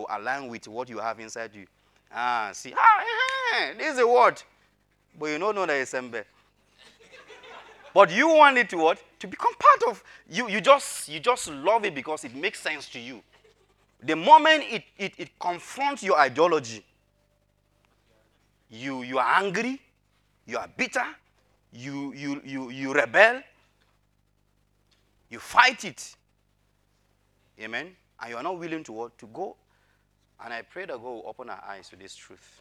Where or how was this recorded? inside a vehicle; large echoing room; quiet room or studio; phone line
large echoing room